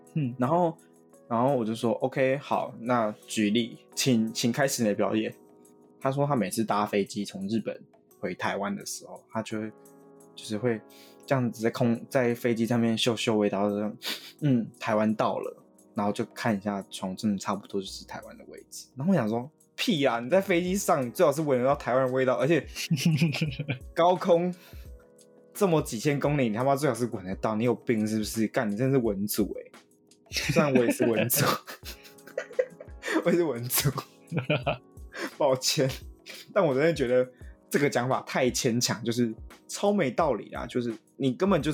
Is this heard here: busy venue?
no